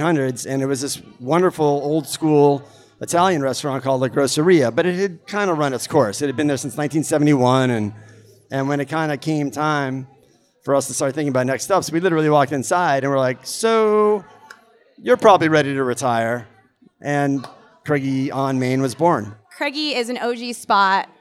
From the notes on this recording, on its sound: We are coming to you live from Boston Magazine's Taste 2019 , the annual event. We are coming to you live from Boston Magazine's Taste 2019 , the annual event celebrating this year’s Top 50 restaurant list, featuring dishes from some of Boston’s best chefs!